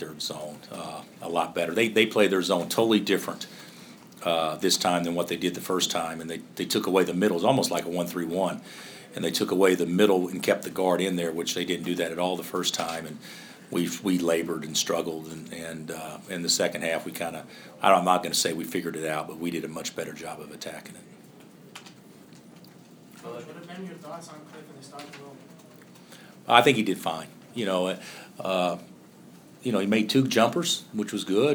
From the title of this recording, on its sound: Press Conferences & Post-Game Interviews